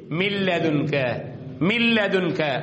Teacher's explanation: காரணம் சுகுன் செய்யப்பட்ட நூனுக்கு அடுத்ததாக இந்த எருமலூன் என்று சொல்லக்கூடிய அந்த இதுகாமுடைய எழுத்துக்கள் ஒரு எழுத்து லாம் வந்ததுனால இந்த சுகுன் செய்யப்பட்ட நூனை இந்த லாமோடு இணைத்து உன்னா இல்லாமல் ஓத வேண்டும்